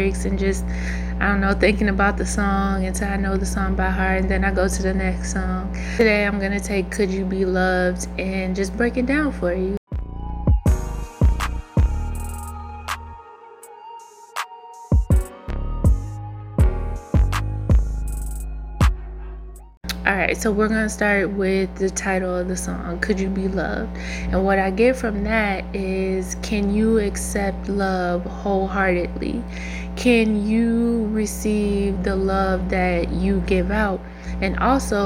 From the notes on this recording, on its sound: Sorry, y'all for the buzz in the background but I didn't want to rerecord.